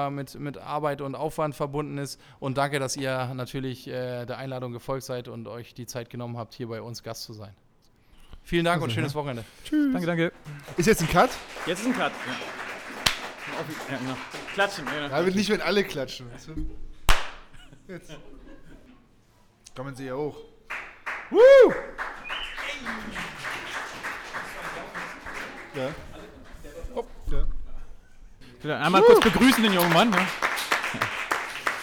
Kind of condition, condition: setting, busy venue